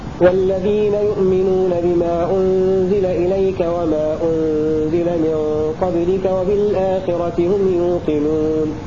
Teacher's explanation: هذا قالون على قصر المنفصل وسكون الميم